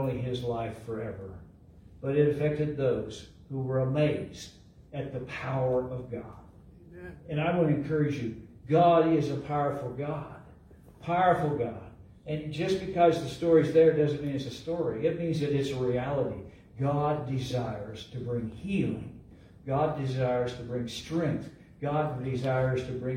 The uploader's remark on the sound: LIVE at Calvary